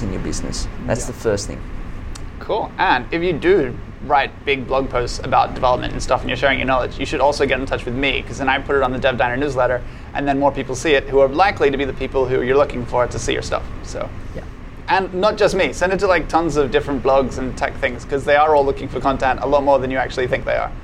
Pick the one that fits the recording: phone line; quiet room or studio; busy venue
busy venue